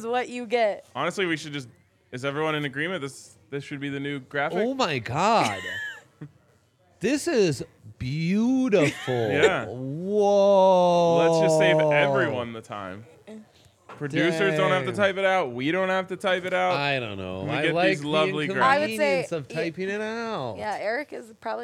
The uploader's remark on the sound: LIVE from the DNVR Bar